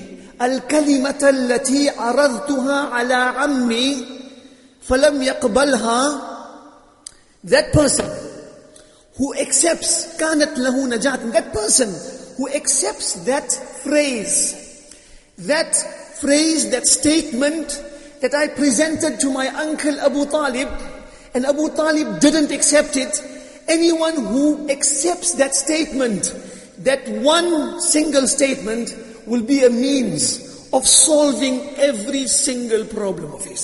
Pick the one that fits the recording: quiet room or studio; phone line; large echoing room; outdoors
large echoing room